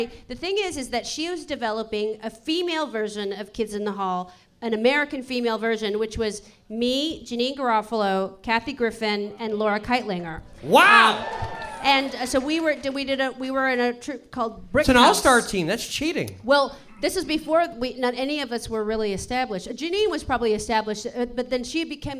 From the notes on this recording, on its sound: This episode was recorded live at San Francisco's Sketchfest!